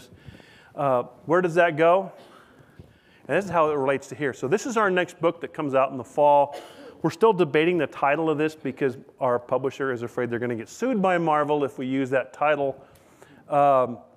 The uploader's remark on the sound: This lecture was recorded at the open house for the USAHEC's newest exhibit